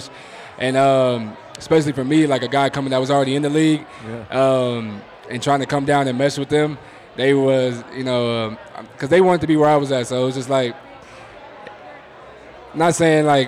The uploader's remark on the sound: In a very special LIVE recorded edition of the 24K Podcast. At the Cherry Cricket in downtown Denver.